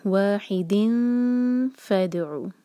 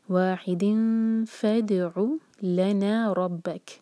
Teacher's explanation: ہم اخفا کریں گے سلائڈنگ تنوین کے بعد فا آ رہا ہے